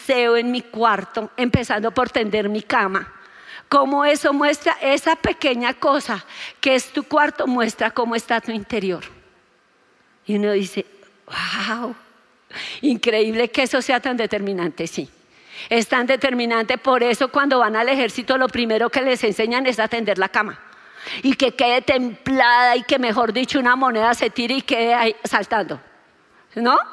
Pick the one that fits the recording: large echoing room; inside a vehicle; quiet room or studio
large echoing room